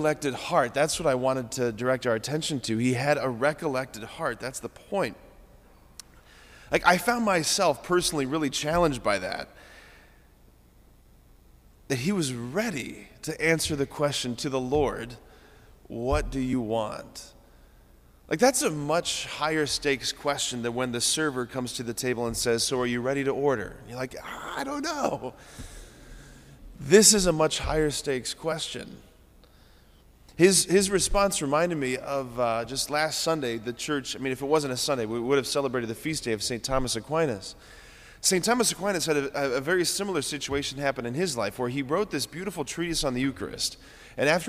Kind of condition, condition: setting, large echoing room